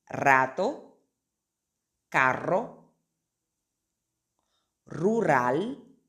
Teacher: cuando empieza la palabra, la R también va a tener el sonido más fuerte